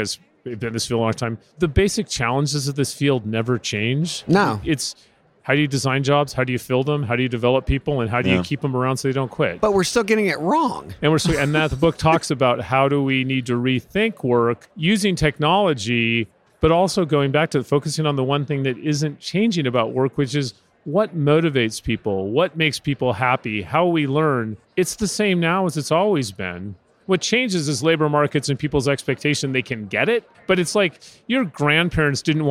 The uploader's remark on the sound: Live from UNLEASH America in Las Vegas